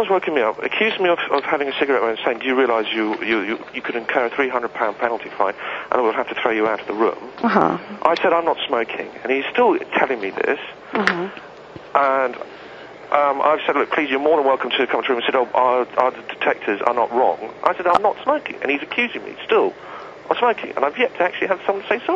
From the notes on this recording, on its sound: Prank Phone Calls Collection. "hotel uk no smoking 4 calls" from archive.org.